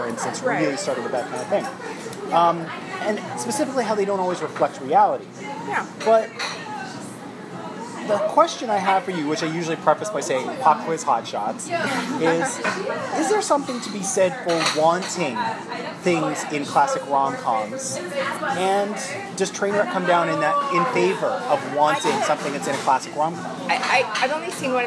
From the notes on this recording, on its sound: Ordinarily, I’d get my friends over to record in a more studio-like atmosphere, but it’s rare that these two guests and I gather so I felt like celebrating with a table for three. There’s a bit more ambient noise in this episode than usual, but never enough to be too distracting.